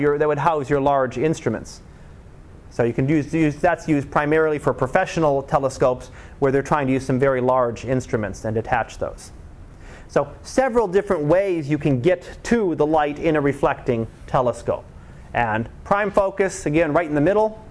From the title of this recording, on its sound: Live Class Lecture